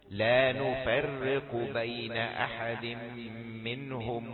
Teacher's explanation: الراء رقيقة وكذلك الفاء